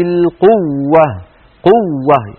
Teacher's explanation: وهذه الواو لا تمد لأن التشديد والمد لا يجتمعان، إن كانت الواو مشددة فلا مد، وإن كانت الواو ممدودة فلا إدغام.